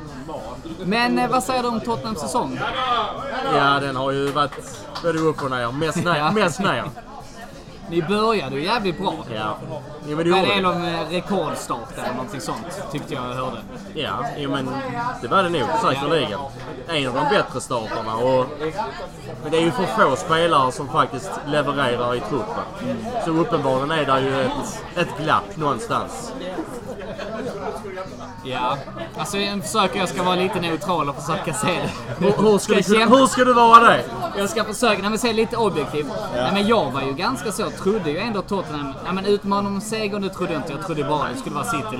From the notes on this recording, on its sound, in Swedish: I andra delen så hade vi en open mic på Arsenal Malmös vårfest.